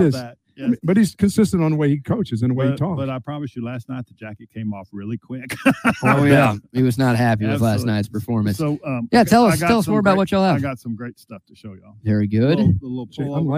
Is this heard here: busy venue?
yes